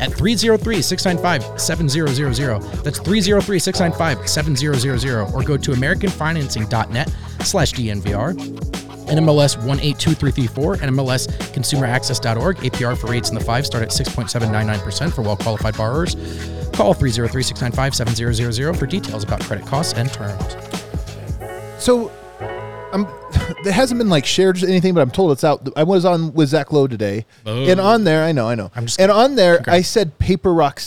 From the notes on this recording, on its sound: come to you LIVE from the DNVR Bar